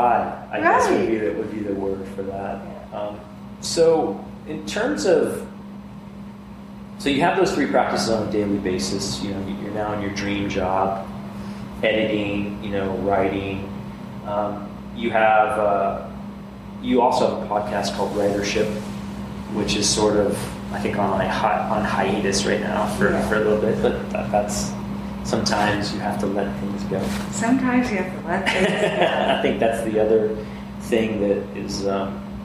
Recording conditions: background noise